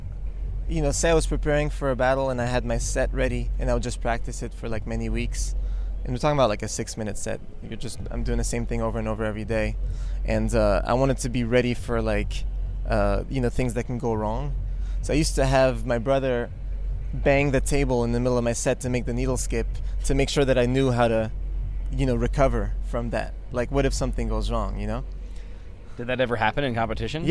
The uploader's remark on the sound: This interview was conducted in the alley behind the 930 Club, located in Washington, D.